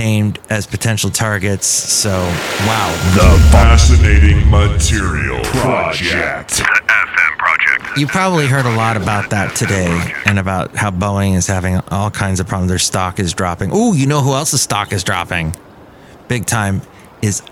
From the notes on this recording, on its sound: podcasts live from Café Anyway